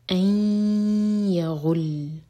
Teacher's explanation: ادغام غنہ کے ساتھ، ناک میں آواز دی جائیں گے اور دو سیکنڈس کا ٹائم دیں گے